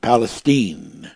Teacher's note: The last syllable of Middle Eastern country of the Middle Eastern country rhymes with tine, like a prong of a fork. Yet the last syllable of Palestine is spoken by many Texans to rhyme with teen